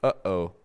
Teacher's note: So when you say uh-oh, you're using your glottis.